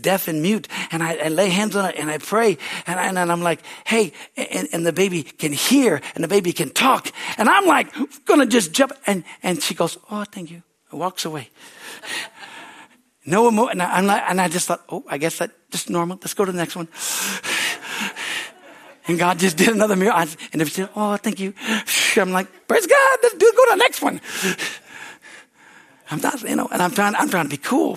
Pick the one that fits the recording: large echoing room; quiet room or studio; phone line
large echoing room